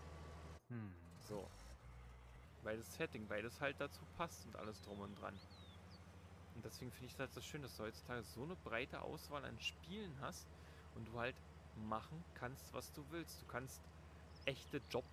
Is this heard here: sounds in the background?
yes